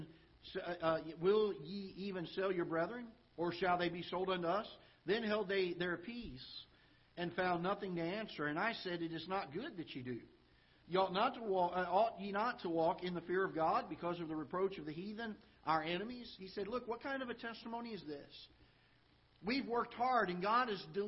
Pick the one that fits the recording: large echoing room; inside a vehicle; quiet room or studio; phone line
large echoing room